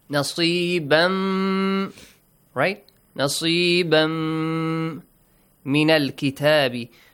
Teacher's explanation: With nasal sound. Plus two counts. Stretch the sound for two counts. · Term: Idgham